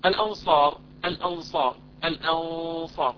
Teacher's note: الأنصار، عندنا غنة بعدها صاد. الصاد هذا هل هو من حروف التفخيم أم الترقيق؟ هو من حروف التفخيم، إذا الغنة مفخمة